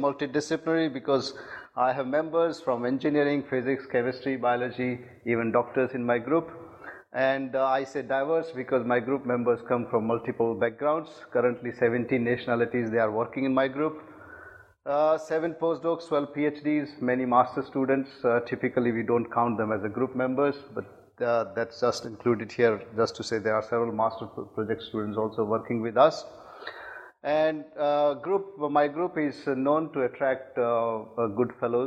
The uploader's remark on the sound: IFE Distinguished Visitor Lecture, recorded 24 May 2018 at QUT